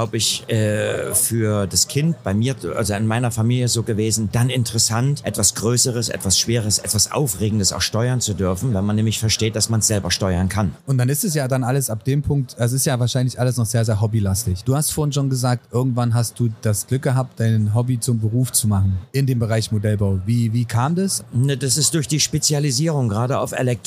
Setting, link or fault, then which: setting, busy venue